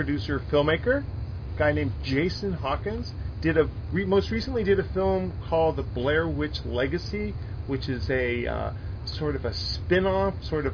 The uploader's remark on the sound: We had a little bit of an ambient room noise issue on this episode.